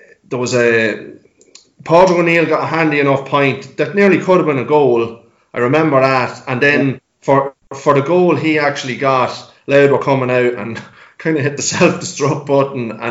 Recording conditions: video call